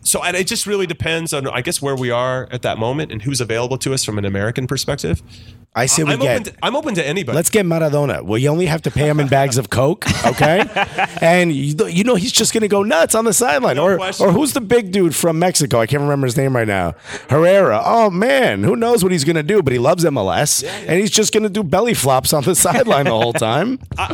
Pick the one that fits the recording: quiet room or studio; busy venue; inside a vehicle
busy venue